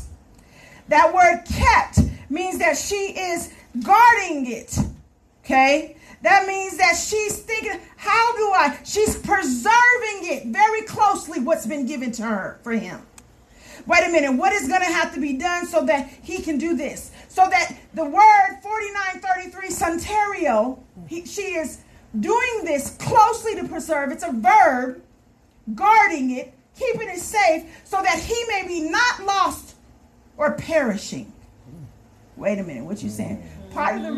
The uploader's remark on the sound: This message was preached at Sure Foundation Community Fellowship Church.